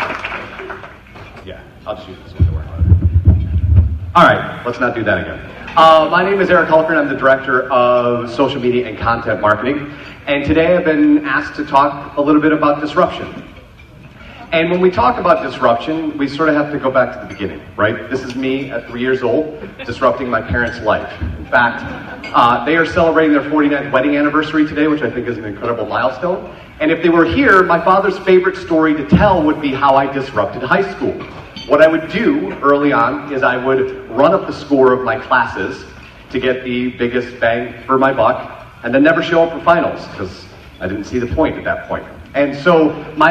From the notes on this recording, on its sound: Keynote: Appetite For Disruption in Flint. For the first keynote of 2018. The audience was awesome.